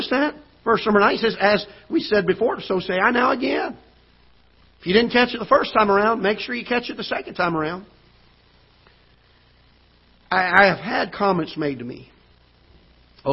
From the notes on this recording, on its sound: Ketha Heights Baptist Church ~ Live Broadcast.